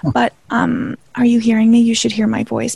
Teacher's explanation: my voice is very breathy because I can't breathe that much